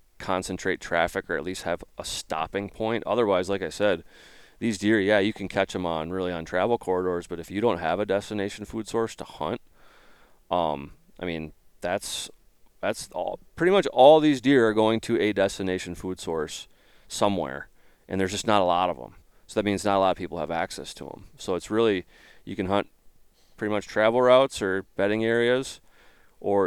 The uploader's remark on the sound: LIVE in Oklahoma from our wall tent.